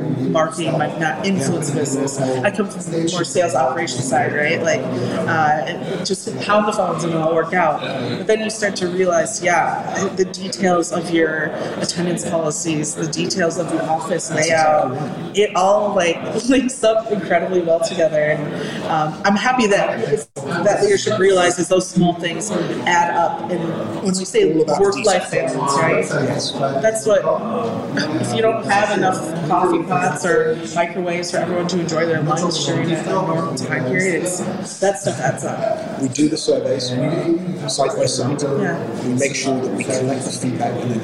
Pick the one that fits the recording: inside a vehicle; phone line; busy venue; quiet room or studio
busy venue